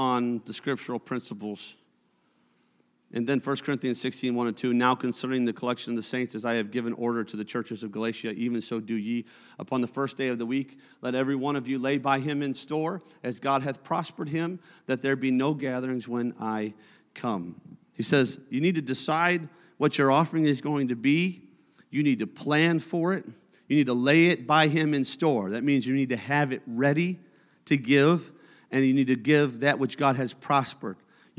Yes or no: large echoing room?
yes